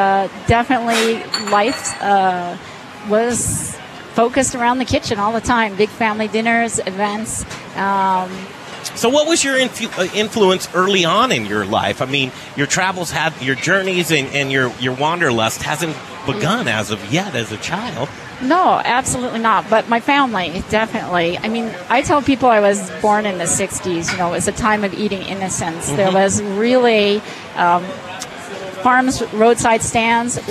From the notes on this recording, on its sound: We're doing our show live from inside the kitchen at the hottest new restaurant in Denver